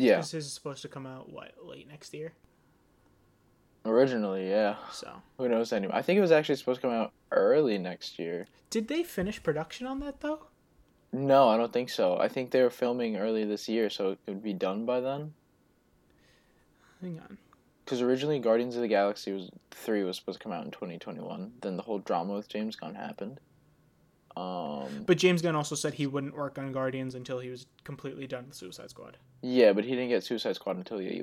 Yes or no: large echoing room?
no